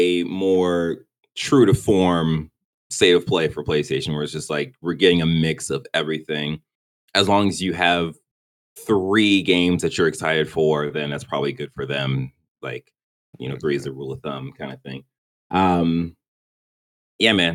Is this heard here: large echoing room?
no